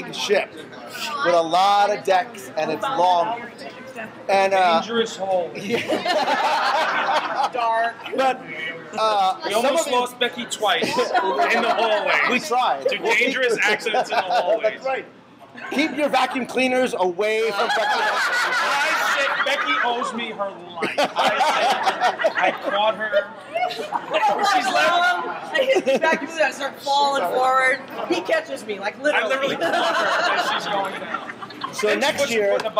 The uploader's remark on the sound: Live from the Disney Dream